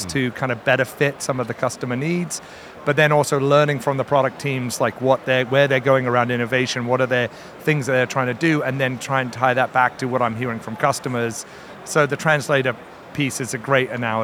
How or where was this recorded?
busy venue